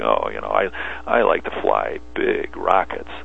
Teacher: And so I'll read a line, you know, and I'll get a little gravel in the voice. We call it vocal fry